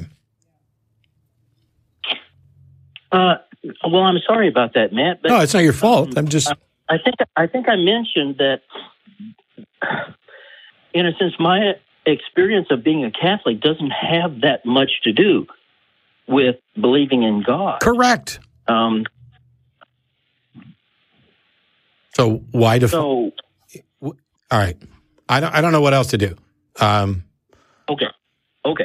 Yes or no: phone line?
yes